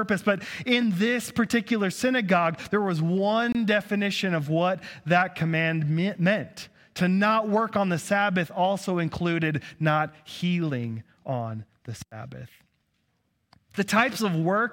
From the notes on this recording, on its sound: preached on 8/21/2022 at Cathedral of the Rockies Amity Campus